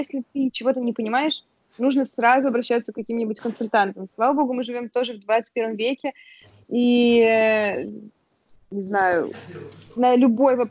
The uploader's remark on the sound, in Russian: Она в Москве, а я дома в Якутске. Это, кстати, мой первый опыт записи через скайп, поэтому иногда пропадала связь и в целом качество звука не на самом высоком уровне. Не считая кашля, чиханий.